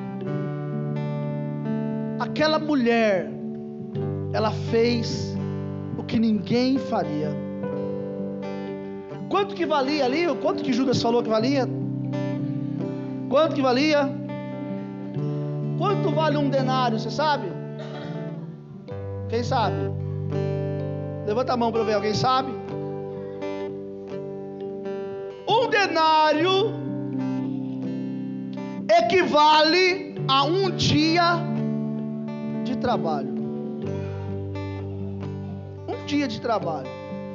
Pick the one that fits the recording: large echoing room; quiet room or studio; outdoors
large echoing room